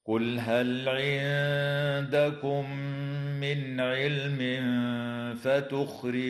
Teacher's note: وتخفى النون الساكنة عند الدال مع الغنة مرققة في كلمة عندكم